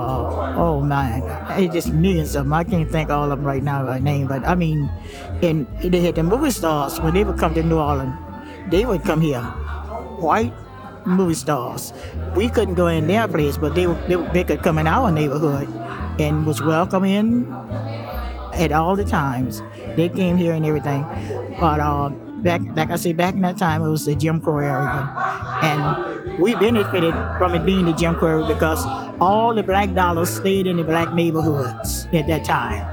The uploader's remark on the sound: Live at The Drew Drop Inn